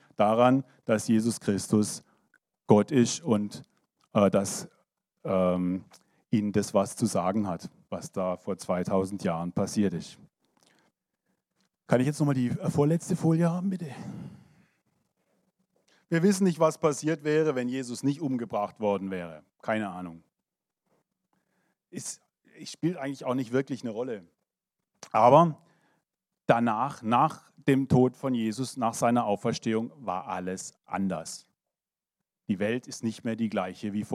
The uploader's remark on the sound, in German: 2023 in der Gemeinde Kaleo Schopfheim aufgenommen.